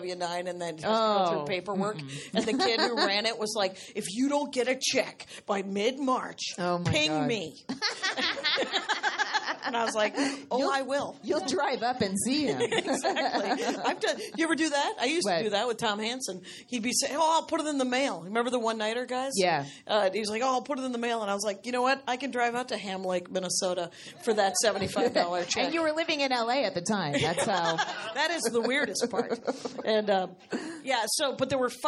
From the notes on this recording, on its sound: at Flappers comedy club in Burbank, California for their fist ever live show!